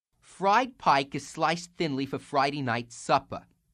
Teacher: Pike and sliced do not round because of voiceless consonants. · Term: long I